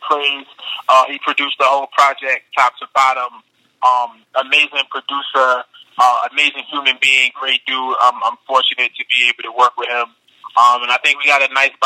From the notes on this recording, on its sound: called into the show